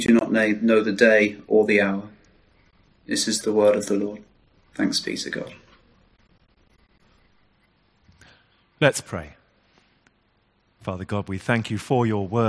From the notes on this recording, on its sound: Our 10.30am morning service, which was live-streamed from church.